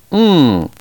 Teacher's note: a sound which represents a nasalization of M with the lips held apart · Term: final M